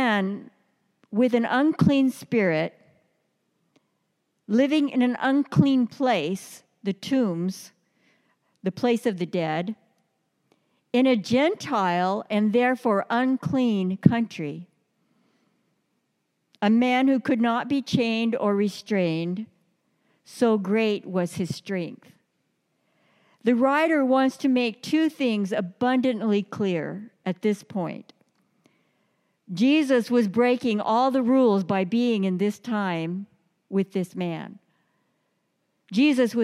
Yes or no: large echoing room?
yes